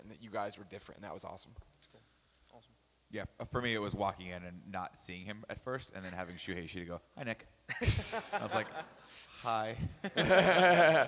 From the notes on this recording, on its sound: Live at PAX East 2014! The boys unite for tehir first ever panel with the whole crew!